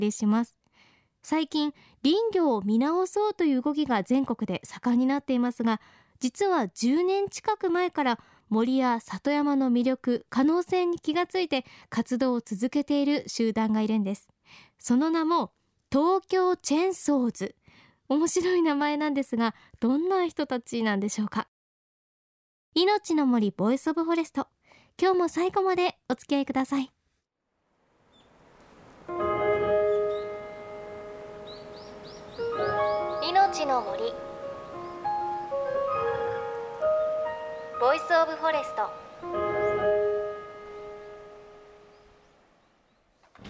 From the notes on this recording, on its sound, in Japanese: 檜原村の作業現場で